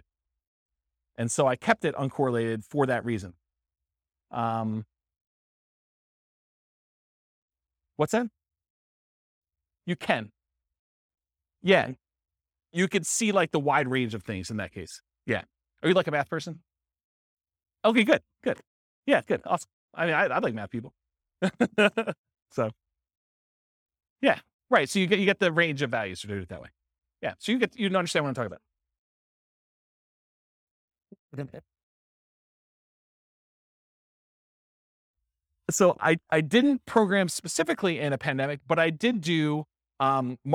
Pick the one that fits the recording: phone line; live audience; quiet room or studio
live audience